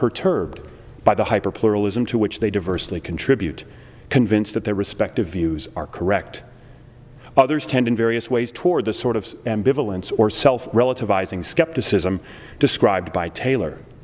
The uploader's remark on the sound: delivered this lecture on October 6, 2009 at the University of Chicago's Swift Hall